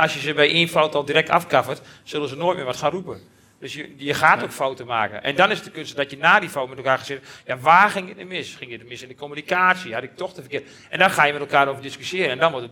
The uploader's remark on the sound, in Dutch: Deze uitzending is opgenomen tijdens de het live-event in samenwerking met Q Concepts. 80 aanwezige luisteraars.